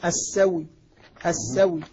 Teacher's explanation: ووقفنا عليها بالروم السوي السوي، واو مكسورة مرامة روم